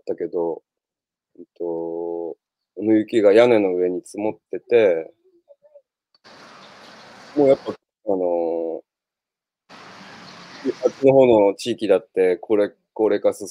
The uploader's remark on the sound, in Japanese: 歩きながら1時間、対談する。